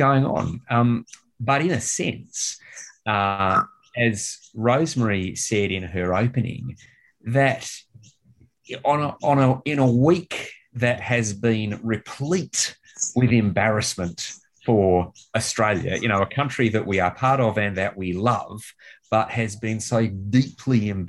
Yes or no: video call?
yes